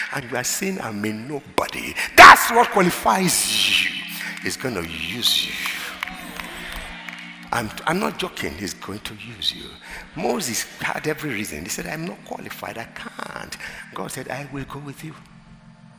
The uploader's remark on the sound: at the Emerge Leadership Conference 2021 on Sunday, September 12, 2021.